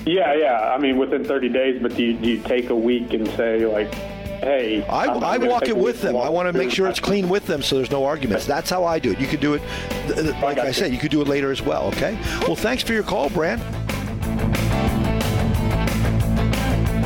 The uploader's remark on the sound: heading to the phones to answer questions